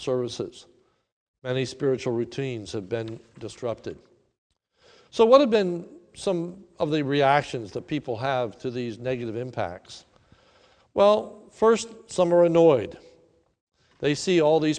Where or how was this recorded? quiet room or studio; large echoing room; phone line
large echoing room